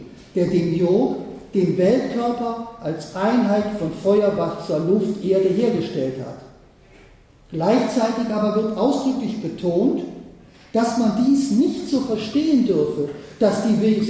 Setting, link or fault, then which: setting, large echoing room